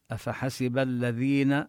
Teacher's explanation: الذين ننتبه لفظ الذال من الحروف اللثوية، الثاء والذال والضاء.